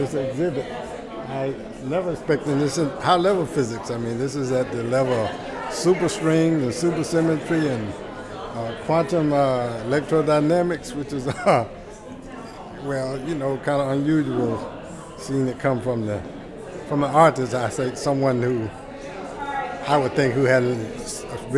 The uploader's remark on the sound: We recorded a live segment inside the Museum where the community was invited to share reflections.